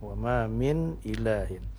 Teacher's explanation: Artinya tidak boleh panjang. Dia harus nampak atau jelas bunyi nun sukunnya. · Term: izhar